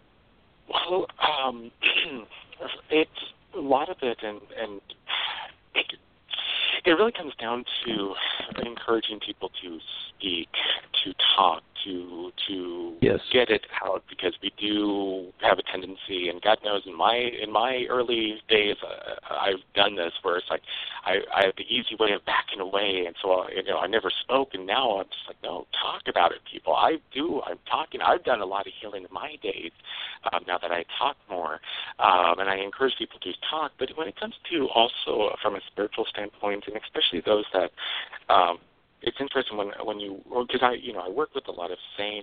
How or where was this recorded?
phone line